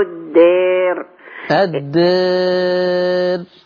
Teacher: يعني نمدها ونقللها. طبعا التقليل ده شرط فيها لانها بعدها راء متطرفة مكسورة ملاش دعوة بالمد.